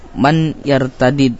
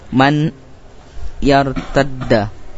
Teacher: Nafi' dan Ibnu Amir membaca dengan fakul idgham, memisahkan idgham, dan ini lughah atau bahasa orang Hijaz · Shown in: first take